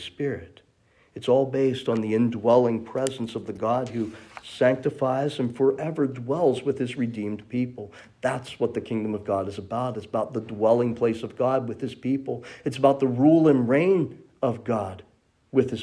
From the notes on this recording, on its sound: This message was originally delivered at Memory Chapel